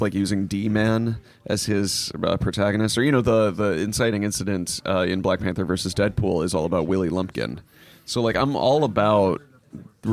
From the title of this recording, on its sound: LIVE at Main Street Comics